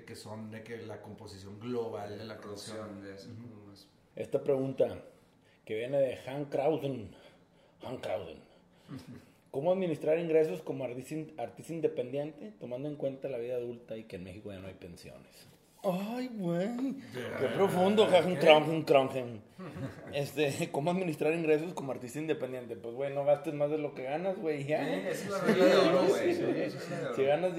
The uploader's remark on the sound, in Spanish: Perdón por el ruido de los hielos.